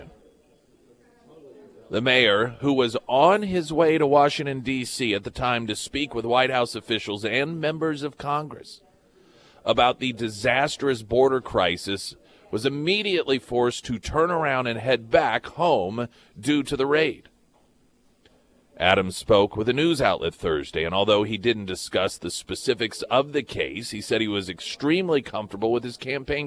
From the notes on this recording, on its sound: live at Scramblers Diner for the Friday Road Show